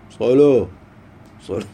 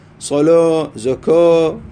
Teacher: قال هذه مجرد لغة، على لغة من يميل الألف إلى واو من باب التفخيم، صلو صلو زين، يميل الألف إلى الواو، لغة حجازية